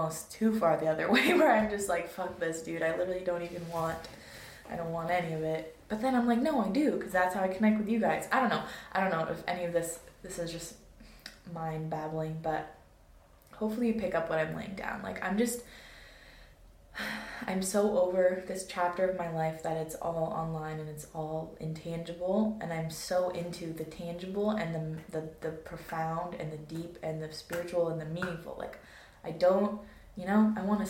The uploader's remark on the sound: Sorry about the audio quality on this one. My mic situation got messed up for this episode.